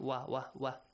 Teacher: Waw must be pronounced like wa, wa, wa, not va, like V in English. It's not V in English, it's wa.